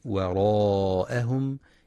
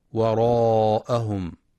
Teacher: ينتبه القارئ لترقيق الواو والهمزة وعدم تفخيمهما · Shown in: first take · فلا يقرأ وراءهم بتفخيم الواو والهمزة.